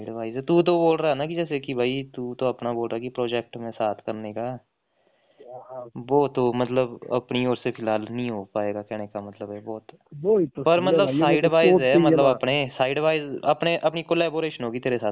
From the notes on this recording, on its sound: Phone talk